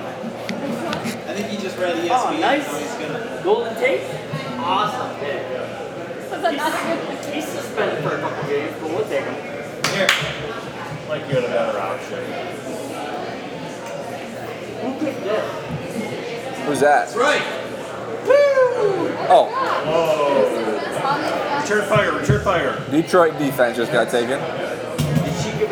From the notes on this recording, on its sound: Live on location from Buffalo Wild Wings.